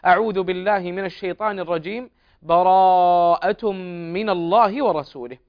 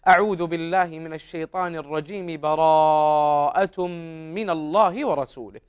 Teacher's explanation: وهو الوقف على الاستعاذة وفصلها عن أول السورة · Shown in: first take